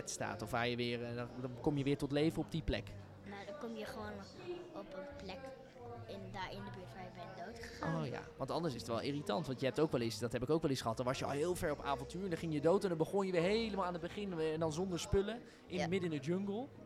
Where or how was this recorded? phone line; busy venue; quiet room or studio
busy venue